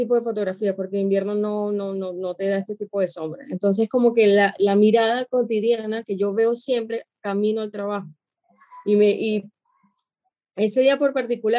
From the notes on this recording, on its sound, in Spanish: este episodio grabado en videoconferencia